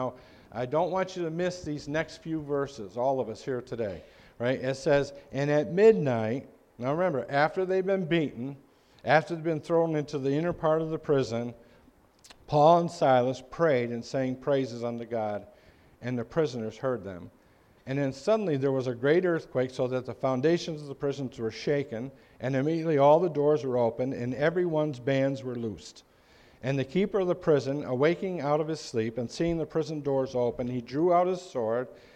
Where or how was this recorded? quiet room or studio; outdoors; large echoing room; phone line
large echoing room